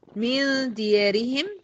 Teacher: من ديارهم غنة إخفاء مع الدال